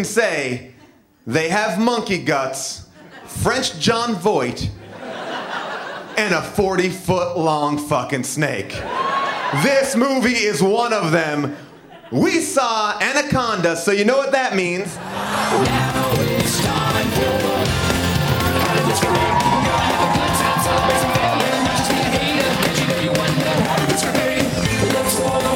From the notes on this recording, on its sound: Recorded live at the Bell House